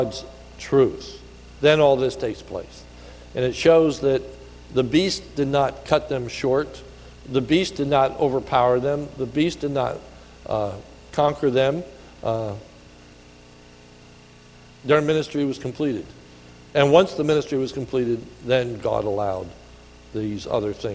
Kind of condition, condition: setting, large echoing room